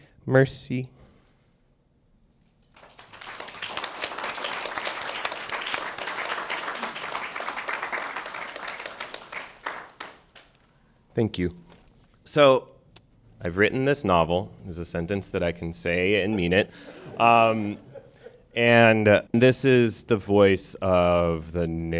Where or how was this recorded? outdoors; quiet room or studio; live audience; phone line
live audience